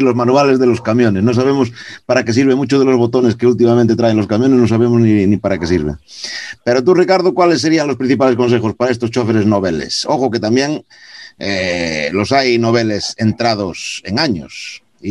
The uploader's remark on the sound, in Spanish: Experimentamos en este podcast con una tertulia en directo, a través de la aplicación Zoom, esperamos que, si el audio es bueno, repetir esta forma de grabar nuestros podcast.